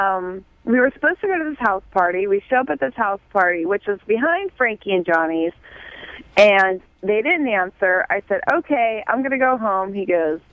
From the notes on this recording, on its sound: call in wasted though in the second hour